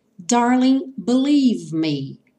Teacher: Darling, sem o som do G final. Believe, sem o som do F final.